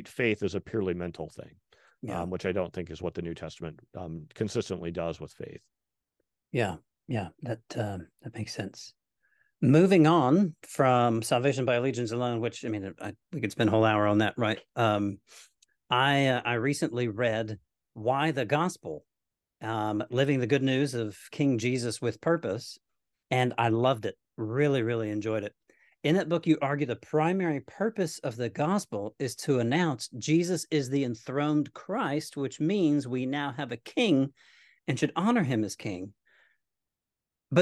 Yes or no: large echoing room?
no